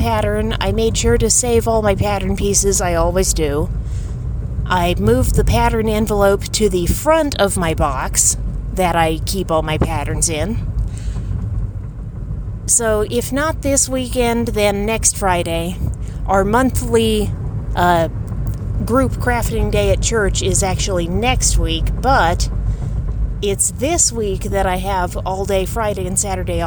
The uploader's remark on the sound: This blog post is also backdated to approximately the time I was recording this episode on my phone.